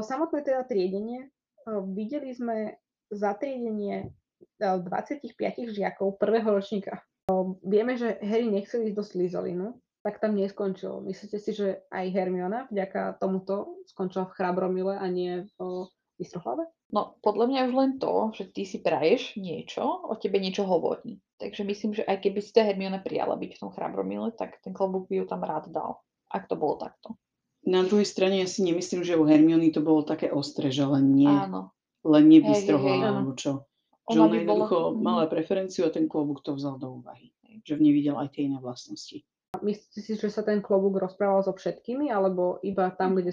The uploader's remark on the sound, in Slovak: Taktiež sa stal menší nešvár a to, že nám ku koncu epizódy začal mierne zlyhávať mikrofón. Prosím, odpustite nám menej kvalitné audio a zvýšený počet strihov.